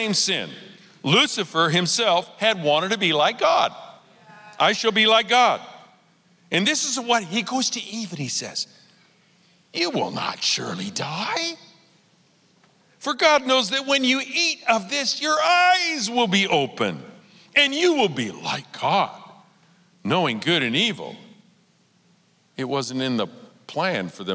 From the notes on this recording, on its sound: Recorded live at Capital Church in Meridian, Idaho